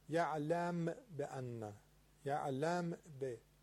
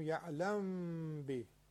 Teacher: هر اخفاء میمی با غنه هم همراهه که دو حرکت غنه شو بدین · Shown in: second take